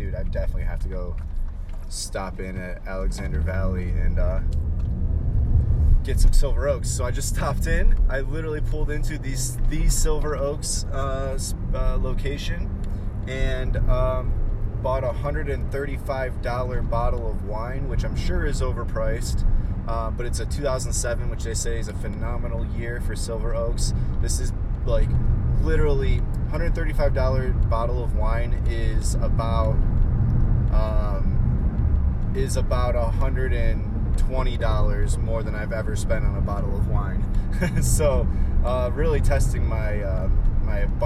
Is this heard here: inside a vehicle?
yes